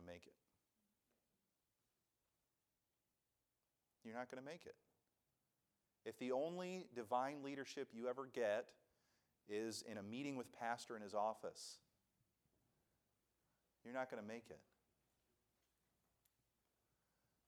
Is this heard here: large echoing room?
yes